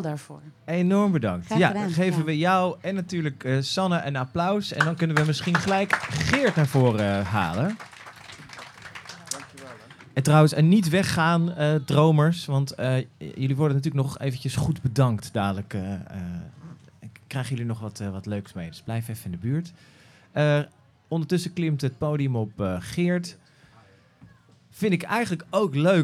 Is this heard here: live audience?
yes